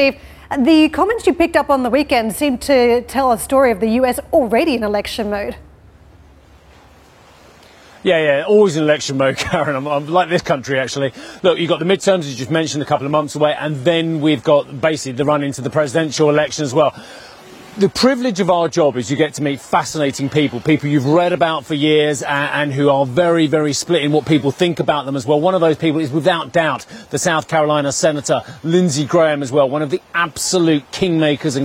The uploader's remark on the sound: At the Ambrosetti Forum. We are also live in Downing Street ahead of the Conservative Party leadership contest result.